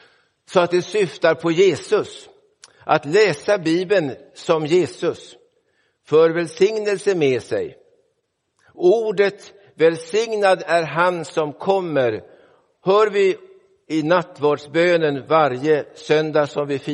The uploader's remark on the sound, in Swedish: Inspelad i Roseniuskyrkan den 3 december 2023.